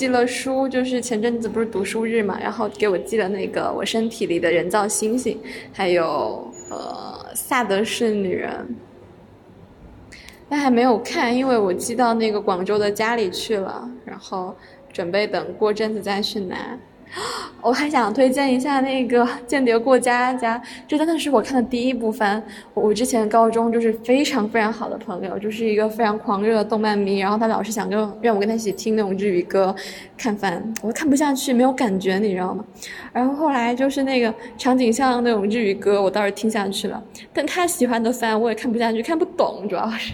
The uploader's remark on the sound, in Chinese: 我决定不配bgm也不剪辑了，保留一些原生态的声音，裸电台。如果里面有音质差，就是我按了暂停继续录，因为我在走廊录的音。电话铃和物品磕碰的声音把真实的场景感带出来了。